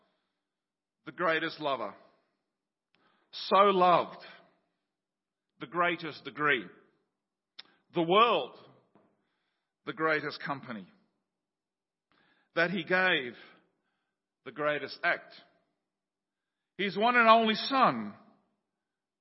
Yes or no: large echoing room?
yes